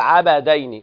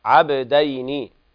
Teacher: ما تفتحش الباء، الباء حكمها القلقلة ساكنة · Shown in: second take